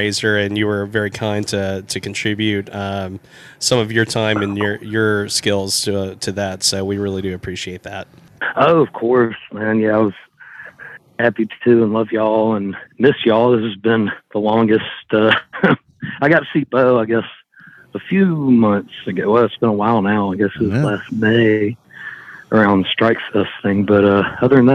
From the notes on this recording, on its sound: A phone interview